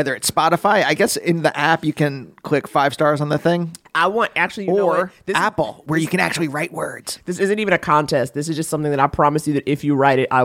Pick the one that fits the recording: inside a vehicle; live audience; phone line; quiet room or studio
quiet room or studio